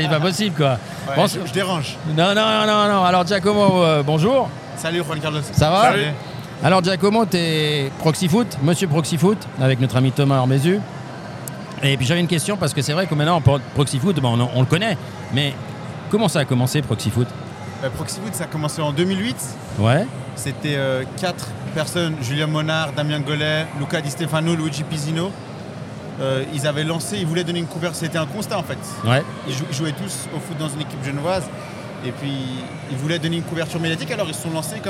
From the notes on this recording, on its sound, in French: Une émission spéciale en direct du salon Passion Football